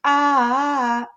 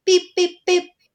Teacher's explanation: The ah is long and durational, and the beep, beep, beep is short and staccato. The listener does not have to actually be able to hear the difference in speech sounds themselves.